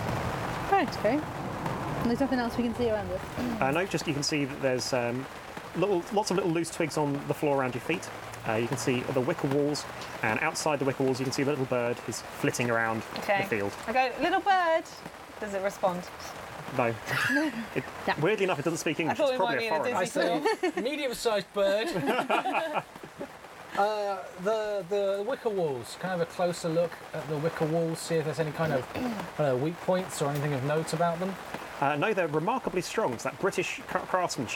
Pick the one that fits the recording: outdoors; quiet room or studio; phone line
outdoors